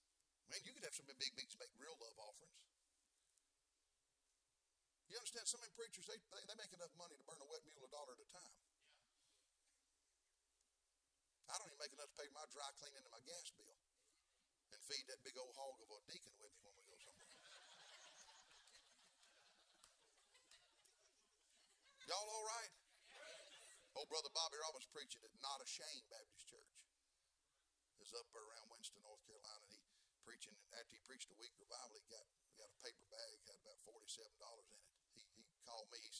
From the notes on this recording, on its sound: Sermons preached from the pulpit of Anchor Baptist Church in Columbus, Ohio.